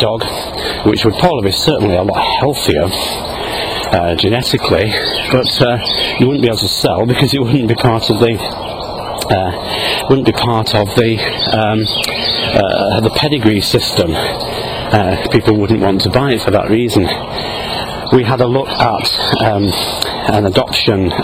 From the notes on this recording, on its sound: while out walking his dog, Fraser.